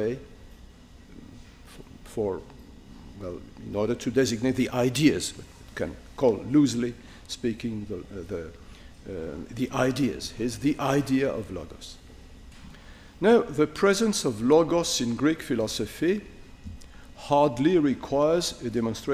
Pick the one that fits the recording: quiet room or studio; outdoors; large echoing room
large echoing room